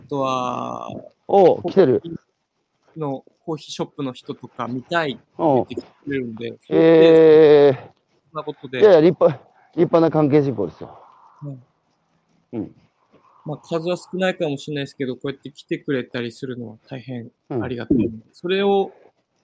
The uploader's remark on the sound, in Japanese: 歩きながら1時間ある、対談する